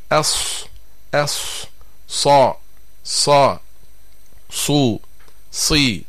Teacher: والصفير مسكن منه ومن فوق الثنايا السفلى. ففي حرف الصاد ترتفع مؤخرة اللسان ويضيق المخرج، وهذه صفة الاستعلاء والتفخيم